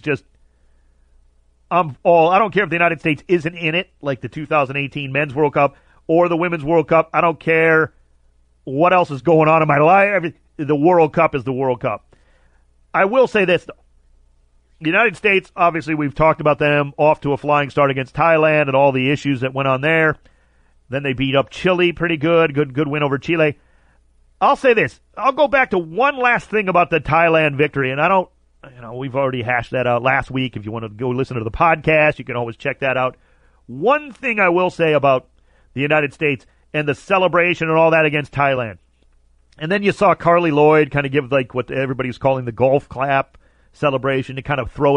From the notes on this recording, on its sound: Called in to chat.